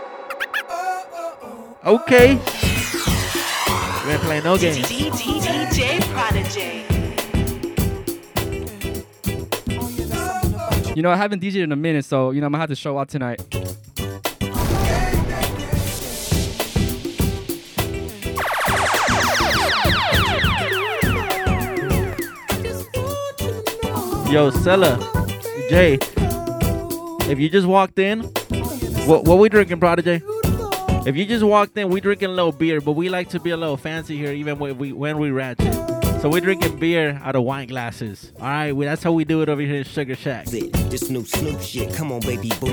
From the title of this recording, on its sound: Live at Sugar Shack Party via Twitch (2.25.21)